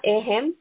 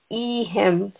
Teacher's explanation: So a very sharp hamza sound that comes straight from the throat. · Shown in: second take